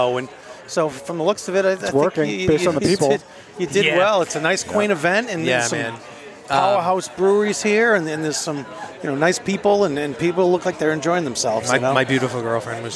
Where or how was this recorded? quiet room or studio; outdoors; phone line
outdoors